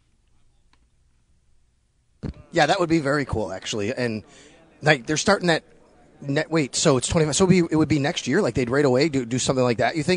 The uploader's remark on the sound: joins live from the draft combine